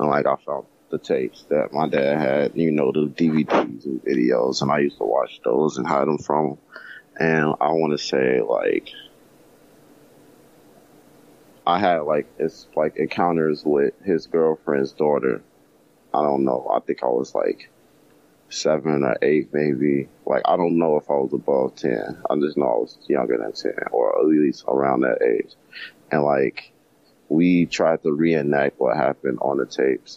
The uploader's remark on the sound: Freedomain Call In Show